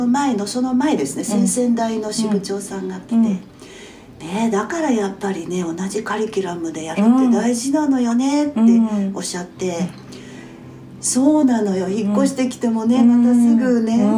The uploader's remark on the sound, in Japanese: 実家のキッチンで話しました。食事の支度をしながらリラックスした録音です。いつもより笑い声がたくさん、録音状況のため聞きづらいところがあるかもしれませんが。